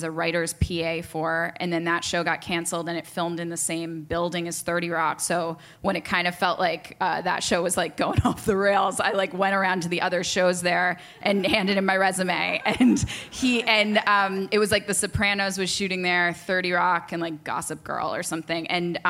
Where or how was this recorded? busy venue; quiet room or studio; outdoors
busy venue